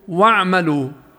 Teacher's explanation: لأنه بعد إدخال حرف الواو عليها يختفي لفظ الهمزة من السياق فتصبح واعملوا · Term: همزة وصل